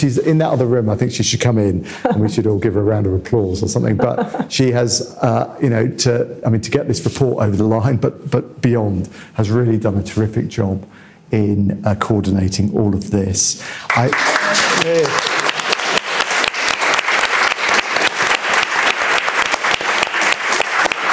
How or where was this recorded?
live audience